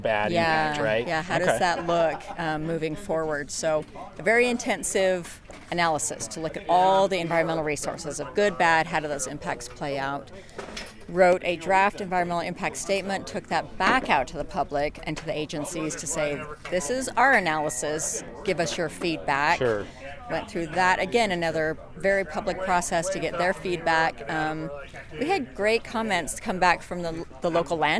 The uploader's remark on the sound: These interviews were recorded at the June sucker commemoration event, held outdoors at Utah Lake State Park. You may hear some planes flying into Provo Airport in the background.